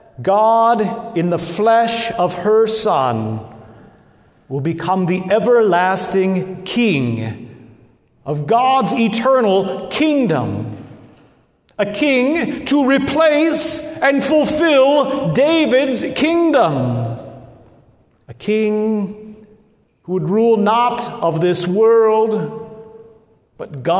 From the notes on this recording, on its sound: Good Shepherd Lutheran Church in Lincoln Nebraska